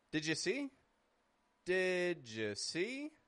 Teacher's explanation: So, if a word ends in D, the following word is U. We can blend those together to make a J kind of sound. · Notice how my voice goes strong for did, down for ja, up for see.